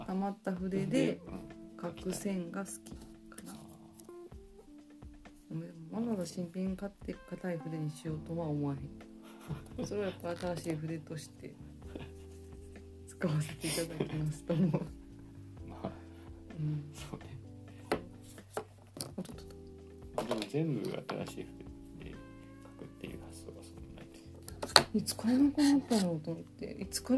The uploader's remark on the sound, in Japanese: トライアル的に録音してみた回です。子供が寝たあとで、夜な夜な作業している。試しに録音してみた回なので、色々と説明もなく音量なども聞き取りづらいとおもいます。